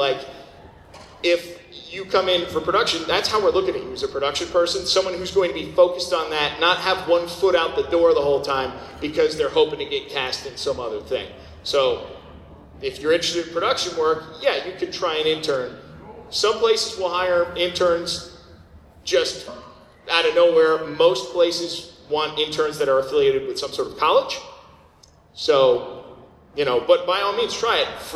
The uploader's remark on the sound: Recorded at Anime Boston 2014